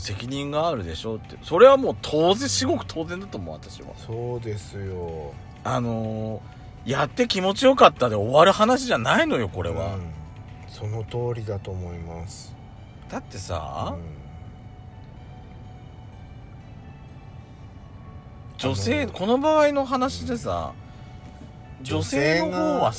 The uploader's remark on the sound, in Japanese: パーキング収録